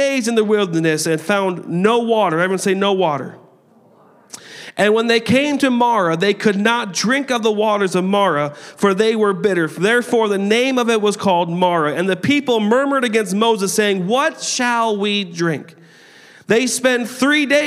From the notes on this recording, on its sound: a service recording from Connect Point UPC